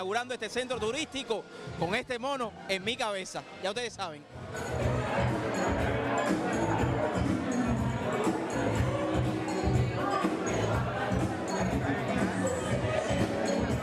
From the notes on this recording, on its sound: OFFICIAL RIBBON CUTTING OF THE CORALGABLES VISITOR CENTER.